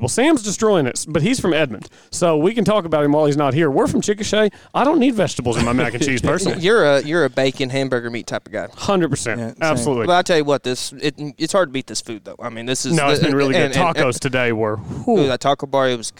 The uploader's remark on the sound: LIVE FROM SOUTHERN HILLS. Talking to several players after their rounds.